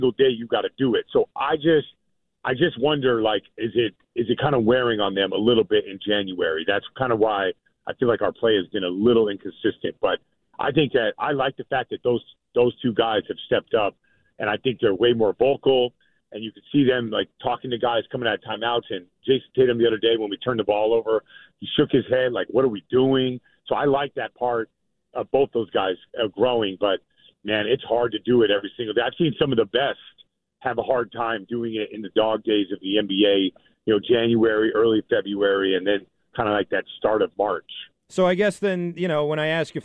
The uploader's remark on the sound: Calls into the … and … show.